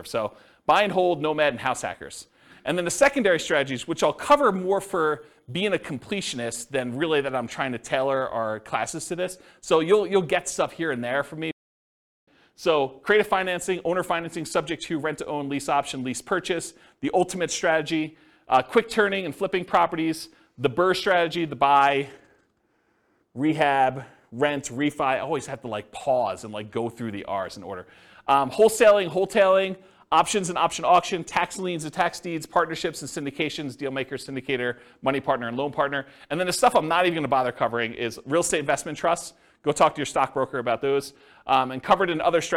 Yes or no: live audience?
yes